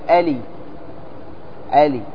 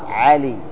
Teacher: بعض أصحاب المناطق هنا في اليمن ينطقون العين همزة · Shown in: first take